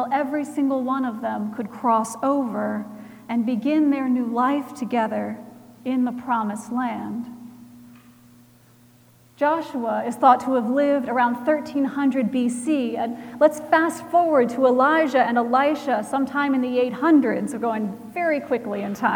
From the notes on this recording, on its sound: Recorded January 14, 2018 at Trinity Presbyterian Church in Bixby, Oklahoma.